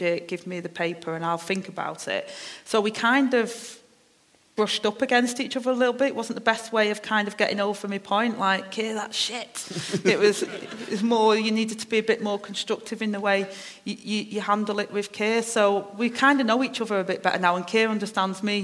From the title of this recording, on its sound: LIVE at the Edinburgh Festival